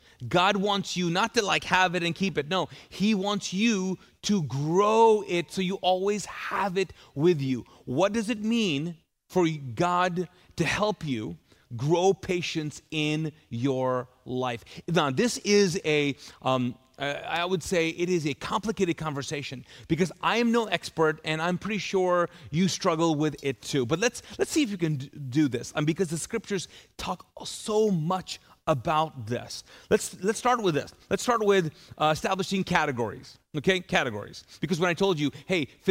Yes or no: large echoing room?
yes